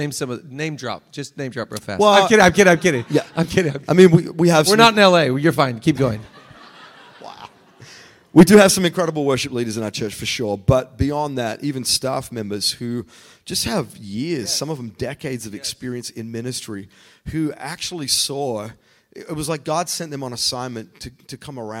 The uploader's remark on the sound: the podcast is on location at VousCon 2023 in Miami with Vous Church!